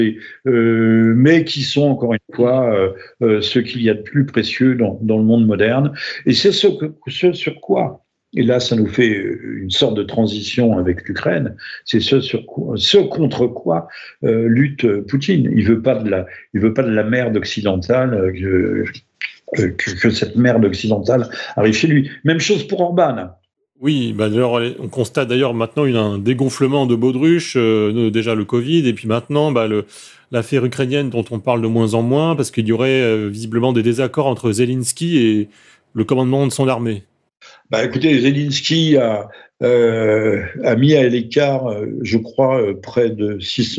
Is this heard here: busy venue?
no